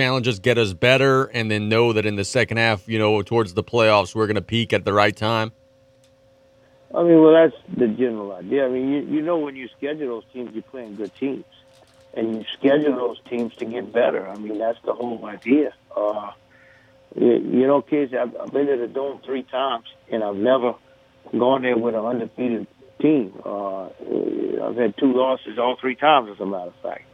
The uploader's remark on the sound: In the second and third segments of the show, we go to the phones lines